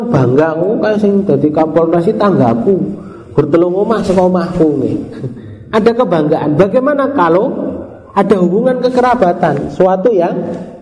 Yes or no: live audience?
yes